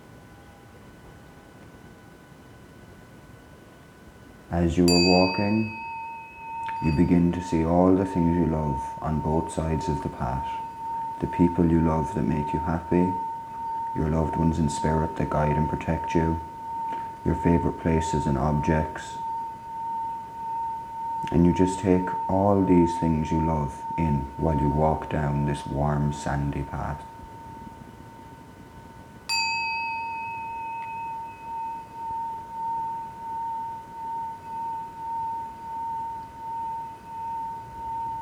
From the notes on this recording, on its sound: The background sounds are me playing Tibetan Bowls, you will hear two types of bowls during this meditation, one for the heart chakra, and the other I believe to be for the throat chakra.